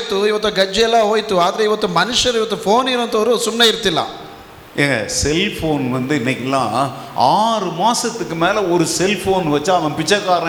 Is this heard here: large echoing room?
yes